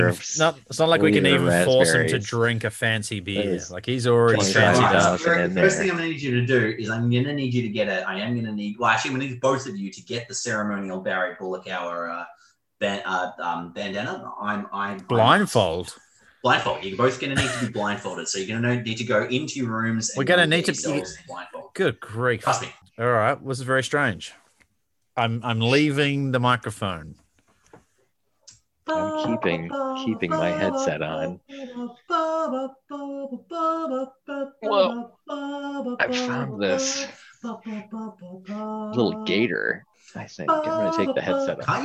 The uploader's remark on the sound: Melbourne relapses once again in its dangerous battle with lockdown addiction. We take once again to Zoom to podcast from the comfort of our own homes.